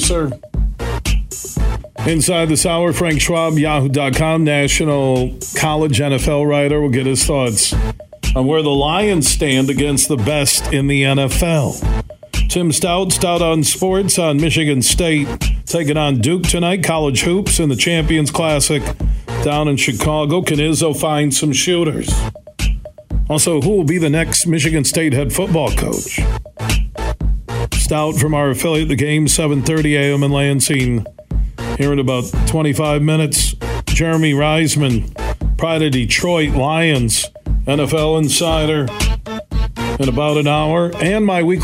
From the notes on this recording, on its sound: we took some of your calls